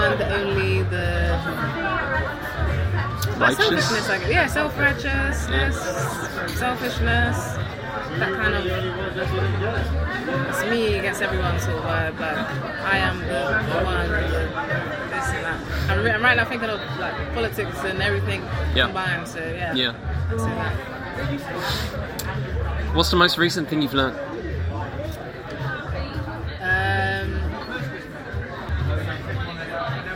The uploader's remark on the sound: BFI Southbank background noise!